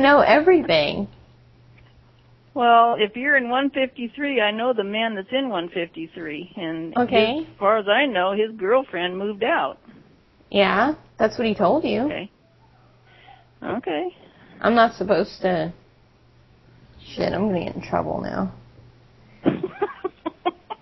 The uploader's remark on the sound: RBCP's Personal Prank Phone Calls Collection